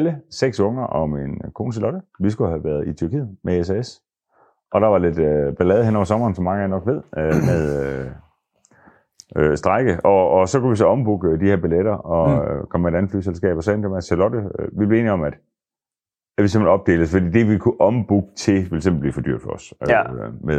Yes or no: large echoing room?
no